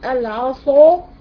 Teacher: الصاد تعلو مرتبة وتعلو قوة لوجود صفة الإطباق